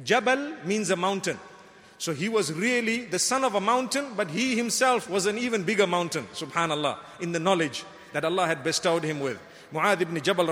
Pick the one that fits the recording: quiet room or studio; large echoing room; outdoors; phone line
large echoing room